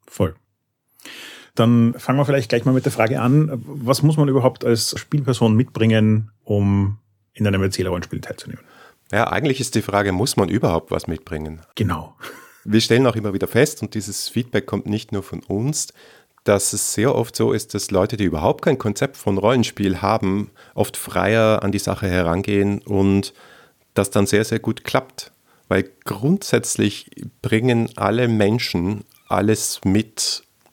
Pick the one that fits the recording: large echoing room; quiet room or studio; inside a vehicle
quiet room or studio